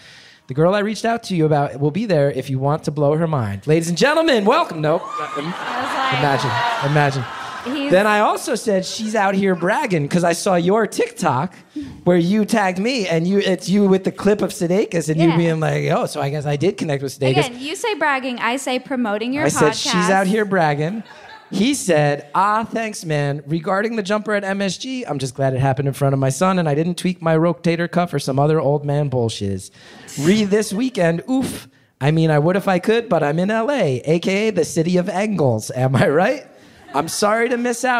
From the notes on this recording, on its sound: Live from Beaut/Con. The live Beautiful/CONonymous recording in Brooklyn.